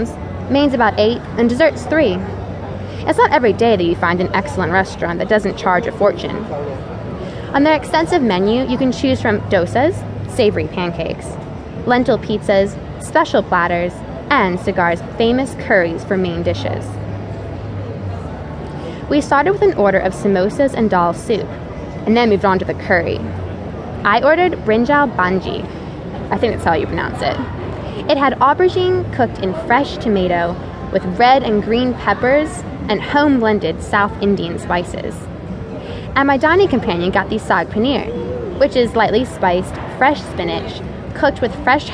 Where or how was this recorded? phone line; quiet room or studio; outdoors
outdoors